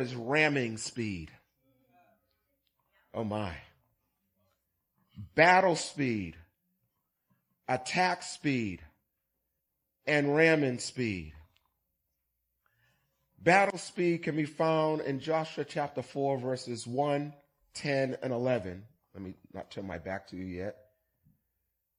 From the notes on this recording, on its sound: Recorded on 2016-11-20 at the 08:30am Service.